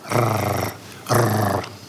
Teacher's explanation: Ra, as in a rolled R, similar to what a purring cat could make